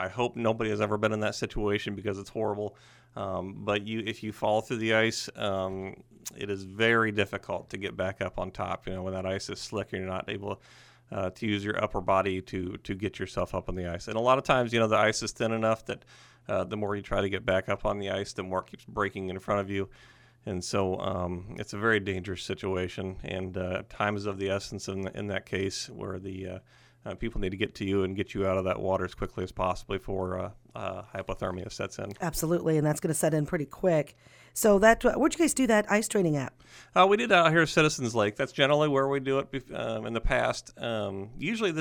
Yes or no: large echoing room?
no